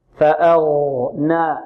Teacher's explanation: الغين عند تفخيمها لا نضم فيها الشفتين